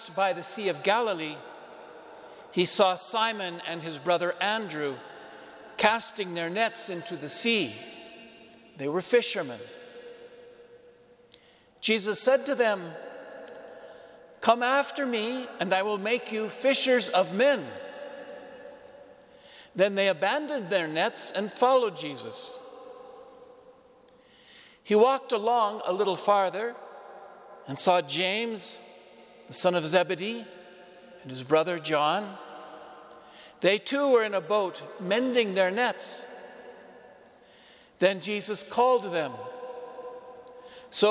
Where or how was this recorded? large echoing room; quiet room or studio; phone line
large echoing room